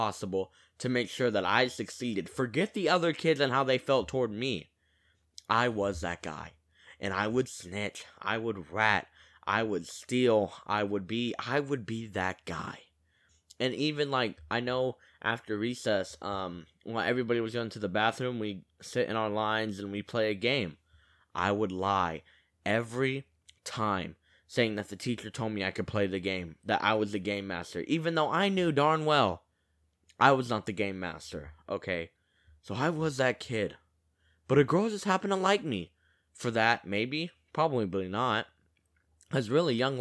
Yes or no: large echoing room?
no